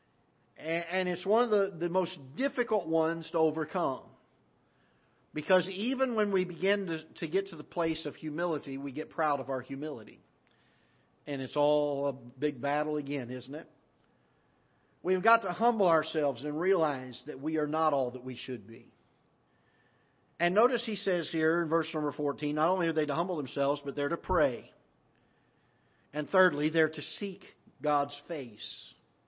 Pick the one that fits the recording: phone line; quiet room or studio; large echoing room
large echoing room